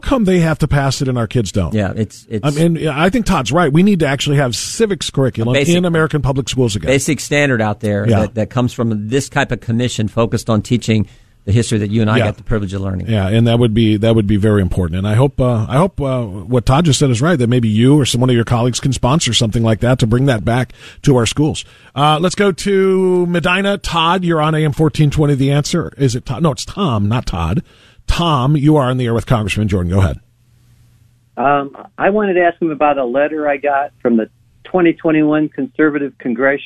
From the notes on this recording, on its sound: In Studio Taking Your Phone Calls.